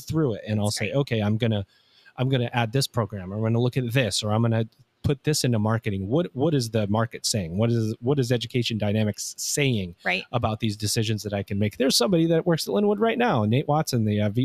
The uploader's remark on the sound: LIVE from InsightsEDU 2024. Recorded LIVE & in person from the InsightsEDU 2024 conference in Phoenix, AZ.